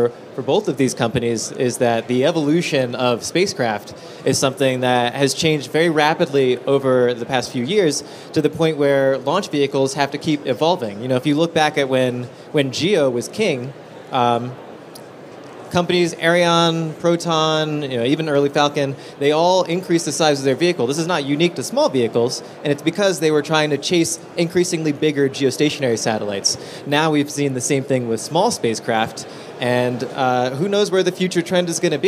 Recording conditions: busy venue